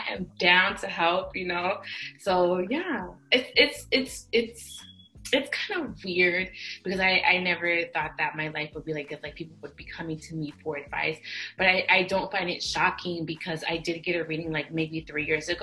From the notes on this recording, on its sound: It goes down in the zoom calls. We talk about a lot in this zoom call.